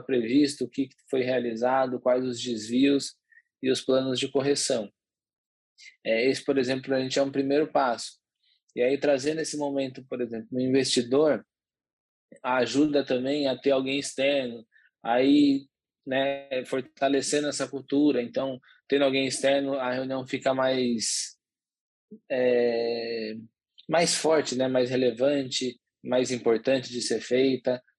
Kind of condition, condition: link, video call